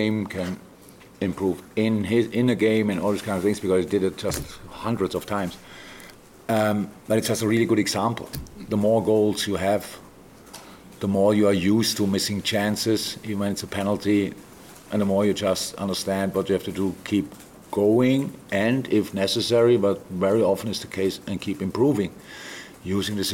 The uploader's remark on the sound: LFC Press Conference. Speaks to the media following Liverpool's dominant display against Newcastle this evening in the Premier League!